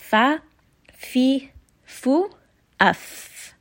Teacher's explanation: edges of the upper two teeth touching the inside of the lower lip · Term: letter fa